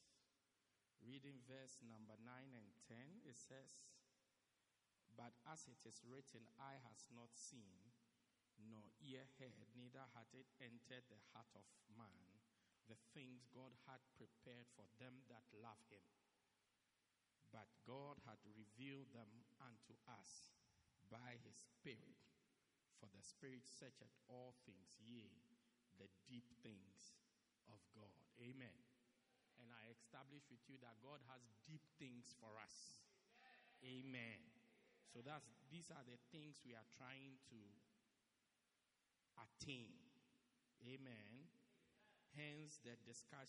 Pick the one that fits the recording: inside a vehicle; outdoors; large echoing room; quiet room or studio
large echoing room